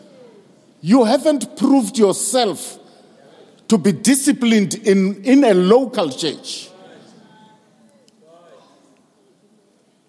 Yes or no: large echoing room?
yes